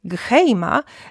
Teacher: z dźwięcznym g w nagłosie na początku wyrazu takim zmiękczonym